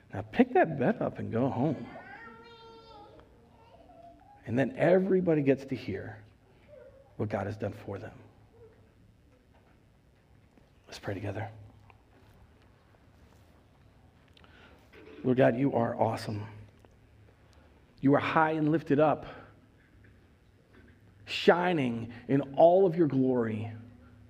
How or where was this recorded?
large echoing room